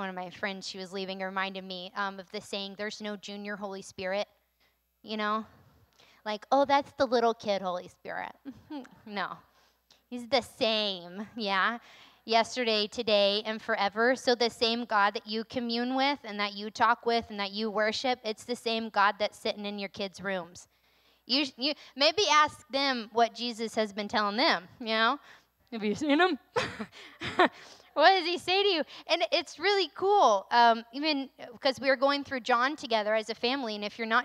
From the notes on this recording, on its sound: recorded on Sunday, April 3rd, 2022, during service at The Anchor Church in Rockport, Maine